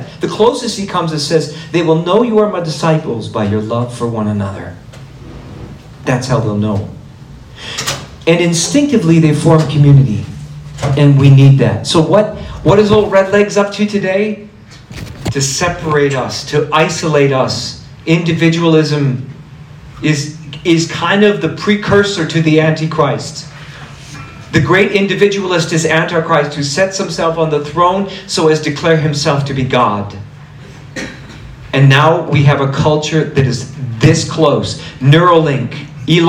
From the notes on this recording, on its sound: my talk at the 2024 Alberta March for Life and Edmonton Pro-Life Conference